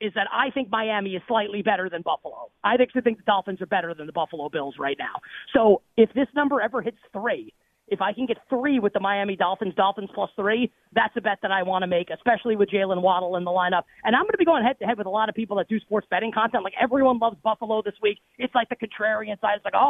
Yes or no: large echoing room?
no